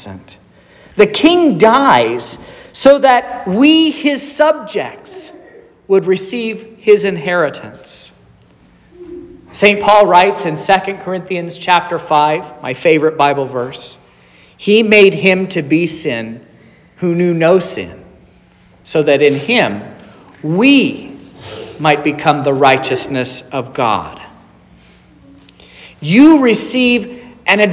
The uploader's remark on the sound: This is the sermon preached at Trinity Lutheran Church in Vallonia, Indiana, on Wednesday, March 22nd, 2023.